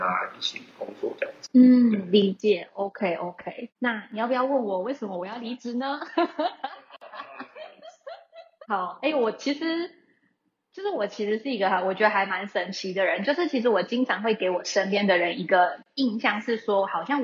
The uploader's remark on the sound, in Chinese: 因疫情關係遠端錄音，追求完美音質者可以不要聽沒關係。